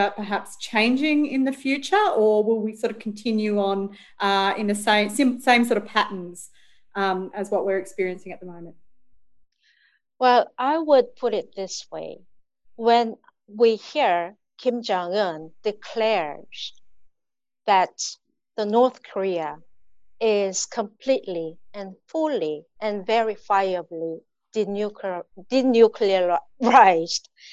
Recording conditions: video call